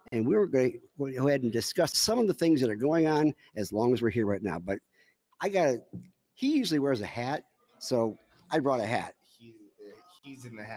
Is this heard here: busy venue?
yes